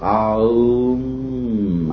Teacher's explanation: The Hindus use the word Om, which would be spelled out A-U-M, because the letter A-R is in the back of the throat. You push it through the vowel to Aum, and M is at the lips.